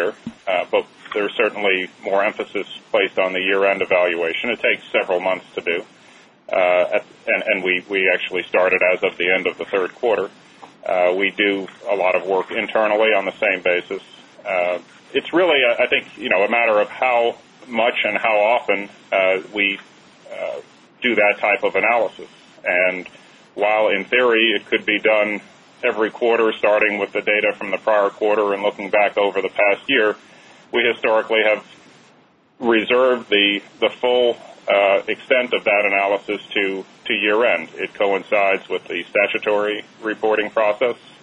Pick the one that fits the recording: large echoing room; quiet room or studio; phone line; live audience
phone line